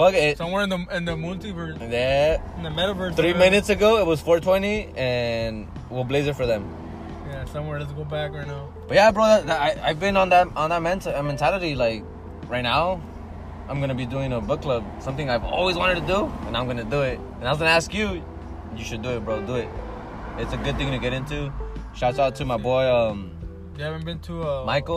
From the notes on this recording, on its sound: We tend to smoke & drink at this certain spot ! Trying to do these episodes outside.